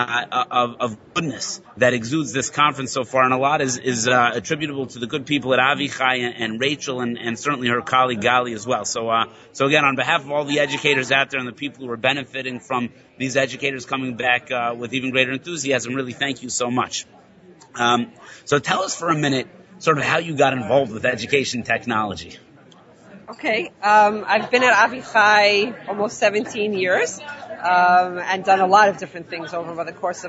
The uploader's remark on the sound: Live from the Innovation in Jewish Education Conference.